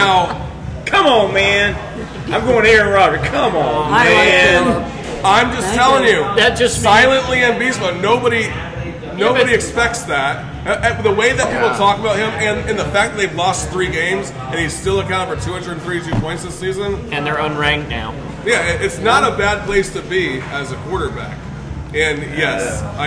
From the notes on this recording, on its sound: Guys at the bar talking sports. Neighborhood friends who get together weekly at the Neighborhood Watering hole MJ’s Grill in Columbia SC with some brews and a microphone.